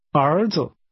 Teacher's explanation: Sons is pronounced with rising and falling rising tones.